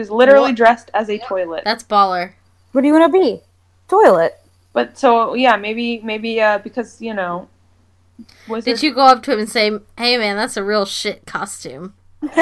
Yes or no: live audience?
no